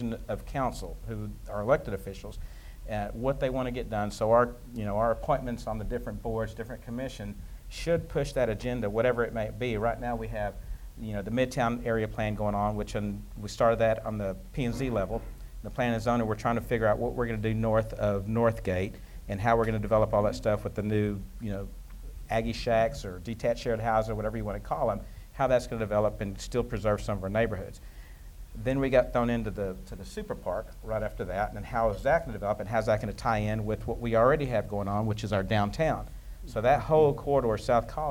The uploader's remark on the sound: Live from The Stella Hotel. This episode was taped in front of a live audience.